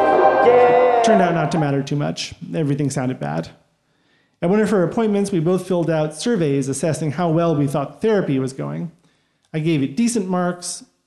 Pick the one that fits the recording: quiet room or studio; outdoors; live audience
live audience